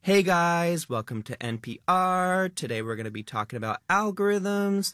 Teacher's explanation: It has that up-talk. It has the rising tone.